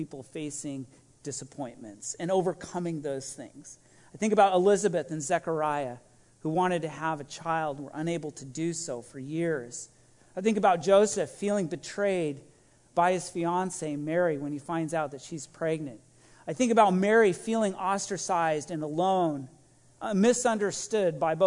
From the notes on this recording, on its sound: This message was recorded at a Sunday service on November 28, 2021